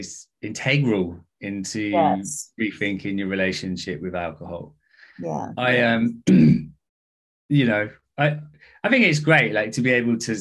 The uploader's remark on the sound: A recording of a recent conversational chat. Throughout the call, they are answering live questions from people who attended.